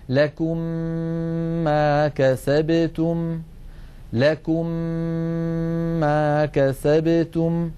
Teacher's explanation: ومن قواعد التجويد أن هذه الميم المشددة تحتاج إلى غنة طويلة، مثلا لكم ما كسبتم، لكم آخرها ميم ساكنة، ما كسبتم أولها ميم متحركة، ندغم الميم الأولى في الثانية فيصبحان ميما مشددة، تنطبق عليهم الشفتان انطباقة واحدة، فنطبق على ميم ساكنة ونفتح الشفتين على ميم متحركة مع ملاحظة الغنة هكذا: لكم ما كسبتم، لكم ما كسبتم. · Term: الإدغام